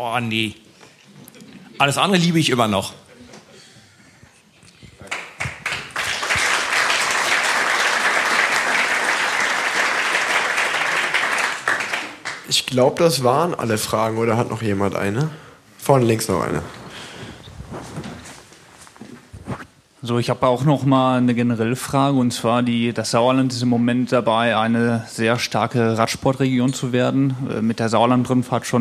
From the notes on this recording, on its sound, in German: Live Podcast aus Köln